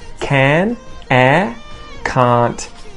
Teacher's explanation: And you have to listen out for that T. However, because we have that vowel difference in Australian accents, you won't often hear the T at the end